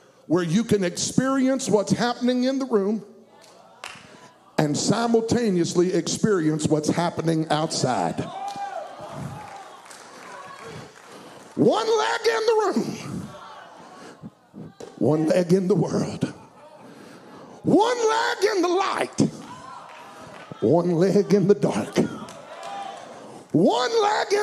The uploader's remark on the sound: at Impact Youth Conference 2022